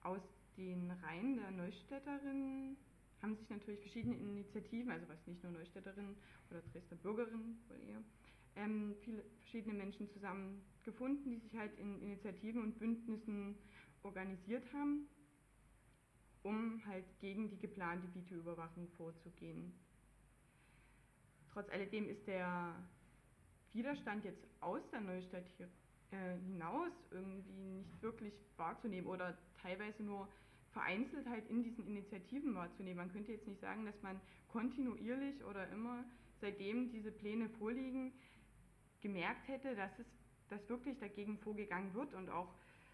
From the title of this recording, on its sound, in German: Datenspuren 2007 Mitschnitte